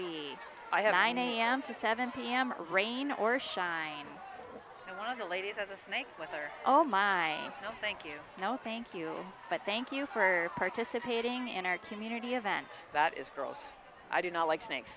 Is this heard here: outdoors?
yes